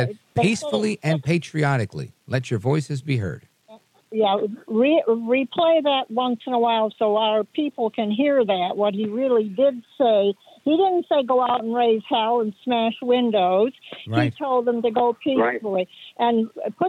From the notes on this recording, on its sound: we take your calls in open phones across America